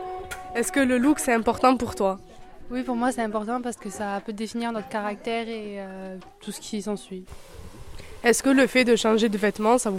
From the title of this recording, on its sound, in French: En direct du salon de coiffure